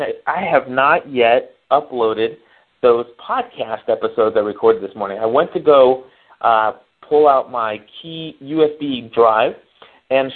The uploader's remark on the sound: Due to some technical difficulties with our phone company, the studio was without phone service during the recording of this week's Help iGot A Mac show. For this reason, we used the telephone to call in the content for the show.